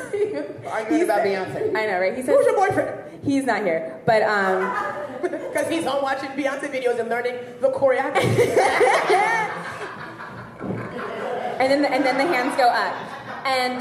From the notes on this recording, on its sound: Live at She Makes Me Laugh Festival. Was recorded live as the She Makes Me Laugh Fest in NYC.